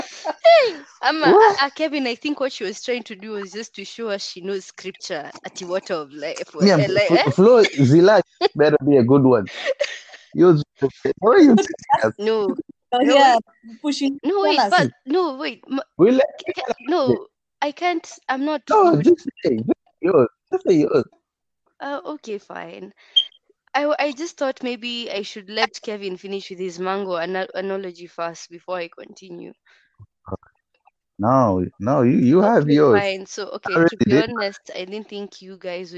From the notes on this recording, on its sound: Kindly bear with us, COVID-19 has us recording remotely!